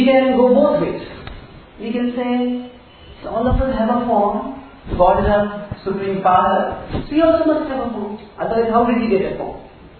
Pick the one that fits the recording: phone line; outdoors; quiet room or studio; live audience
live audience